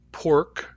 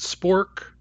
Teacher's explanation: They're pronounced differently. The P in pork is heavily aspirated. The P in spork is not aspirated, but native speakers hear them as the same sound.